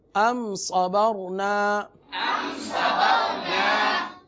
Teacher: دونوں را ساکن ہیں اور دونوں سے پہلے زبر آ گئی، لہذا یہاں پر را کو پر پڑھیں گے